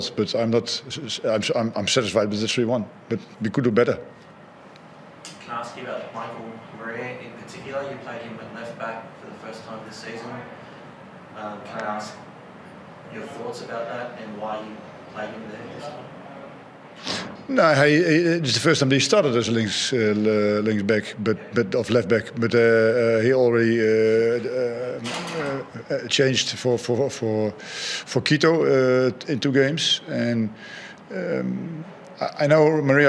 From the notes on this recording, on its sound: Post-Match Press Conference. Hyundai A-League.